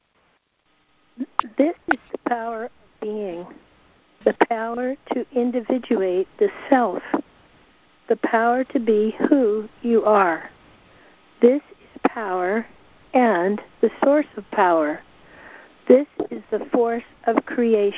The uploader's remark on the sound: joining together on a Free Conference Call